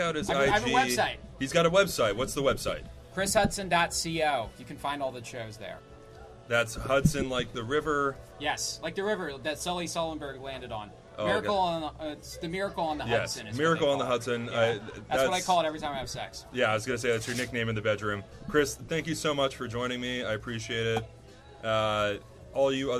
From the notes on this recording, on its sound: at My Father’s Place before an open mic